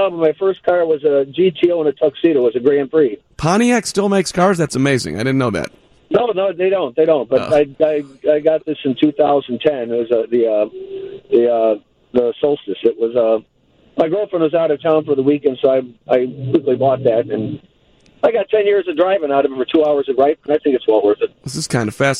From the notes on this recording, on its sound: takes your phone calls